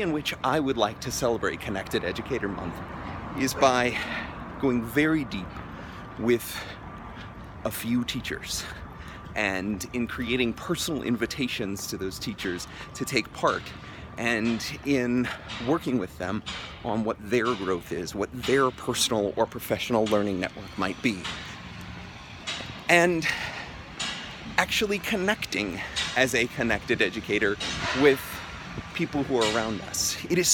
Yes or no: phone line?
no